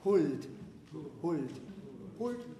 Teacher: The L is just spoken with the tip of your tongue. Not back there.